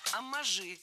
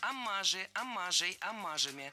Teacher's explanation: Омажи – это неверно. Слово «оммаж» имеет ударение на втором слоге. · Shown in: second take · И при склонении ударение остается на том же месте.